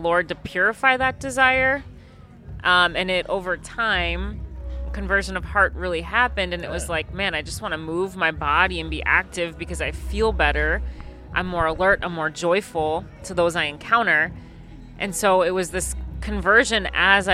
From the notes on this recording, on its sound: On Location at Becoming Fire: The Vocation Office's Outdoor Festival.